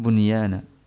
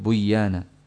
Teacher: nun sukun bertemu dengan waw atau dengan ya, tetapi karena satu kalimat ya, tidak diidghamkan · Shown in: first take